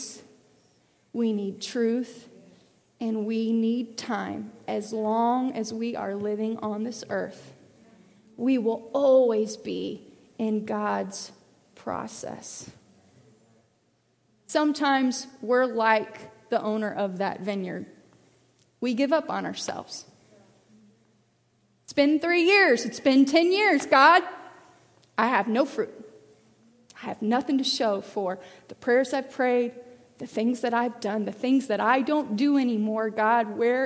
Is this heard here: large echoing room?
yes